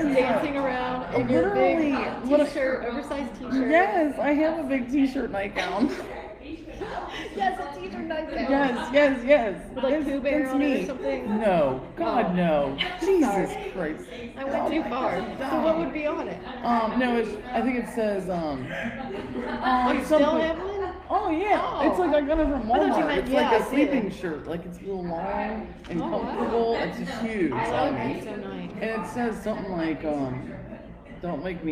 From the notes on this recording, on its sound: LIVE at Blinker's Tavern. Talking Lov in the Cov over brunch.